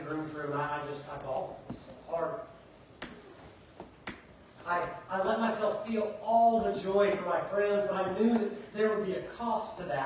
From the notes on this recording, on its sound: Preached at Fairview Church in Montgomery, Alabama on November 12th, 2023.